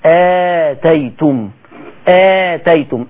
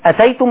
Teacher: هنا الهمزة ممدودة آتيتم مد بدل بمقدار حركتين اثنين · Shown in: first take